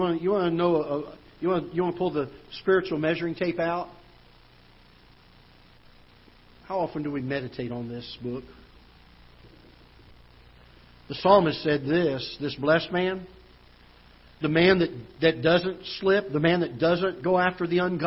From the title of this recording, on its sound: Ketha Heights Baptist Church ~ Live Broadcast